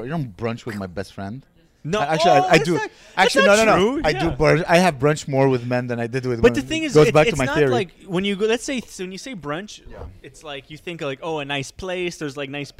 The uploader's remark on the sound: This hot episode was recorded at the new and beautiful Eevee Cafe!